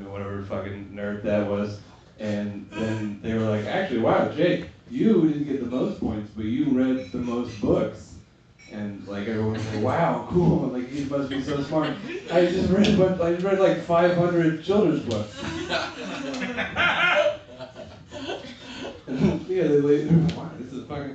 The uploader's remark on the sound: Recorded during the weekly Midnight Mic at Funhouse Lounge. Slightly interrupted.